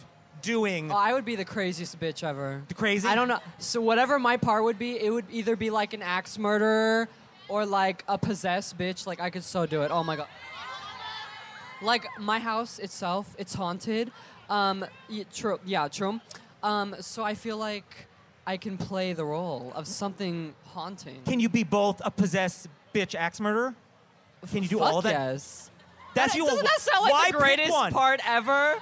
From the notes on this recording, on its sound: live at VidCon!